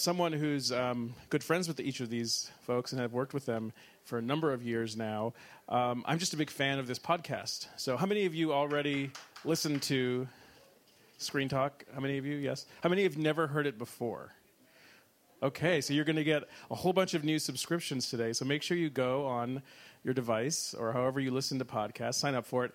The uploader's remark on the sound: Record this week's episode in front of a live audience at the 2016 Cannes Film Festival.